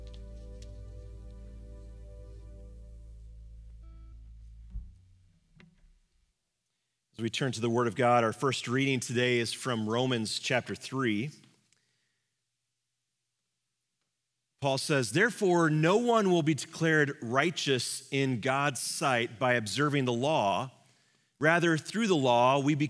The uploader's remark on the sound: Live from our Celebration Ministry Center